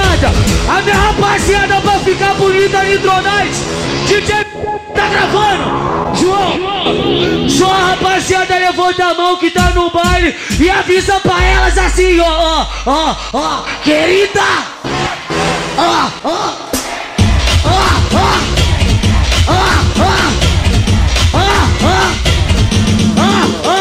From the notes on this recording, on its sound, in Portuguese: SHOW AO VIVO